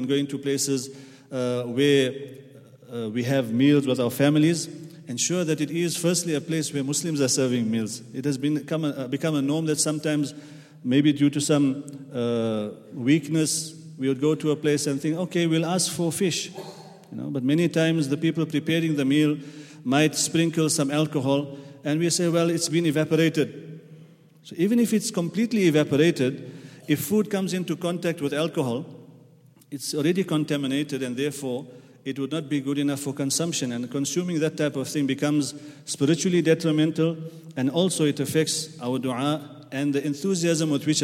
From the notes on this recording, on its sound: at the Houghton Masjid (West Street)